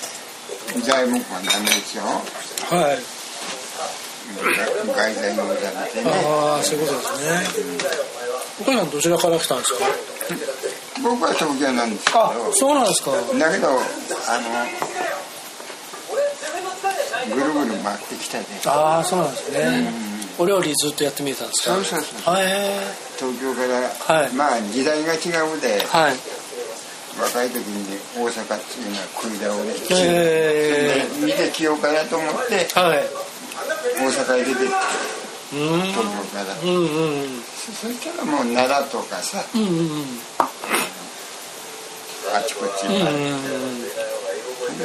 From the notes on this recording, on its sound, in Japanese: 三重県尾鷲市へ仕事で出かけていました。その初日の夜に飛び込みで入った割烹のカウンターで大将との会話を録音させてもらいました。